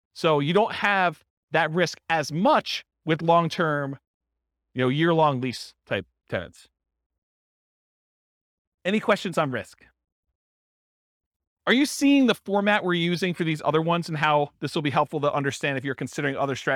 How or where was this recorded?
live audience